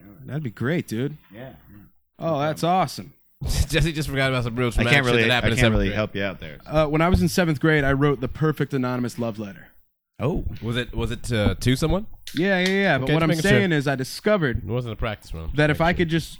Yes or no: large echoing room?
no